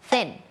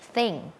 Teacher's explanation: การออกเสียง thเนี่ยนะคะเป็นปัญหาแบบระดับชาติเลยทีเดียวเชียวเฮ้ยมันก็ไม่ใช่ดอเด็กแล้วมันก็ไม่ใช่ทอทงด้วยเสียง thเนี่ยแล้วมันยังมี2เสียงที่แตกต่างกันอีกร้องไห้ทีนี้th เนี่ยมันมี2เสียงด้วยกันนะคะ เสียงแรกค่ะเป็นเสียงแบบ unvoicedคือออกมาแค่ลมเราเอาลิ้นเนี่ยมาวางตรงกลางระหว่างฟันบนกับฟันล่างอย่างนี้เนาะแล้วก็ปล่อยลมออกมา